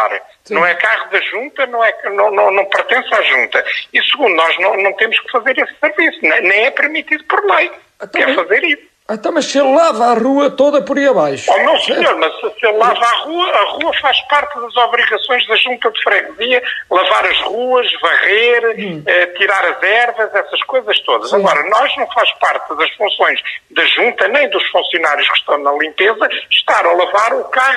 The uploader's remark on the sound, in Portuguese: RFM - Telefonema